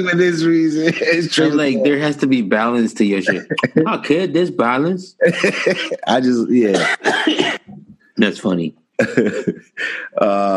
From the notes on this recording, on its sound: Somehow recorded through Zoom. The guys practice some social distancing even though they are “essential” workers.